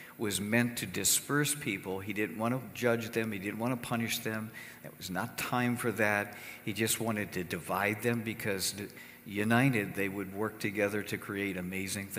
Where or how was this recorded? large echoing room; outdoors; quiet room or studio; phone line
large echoing room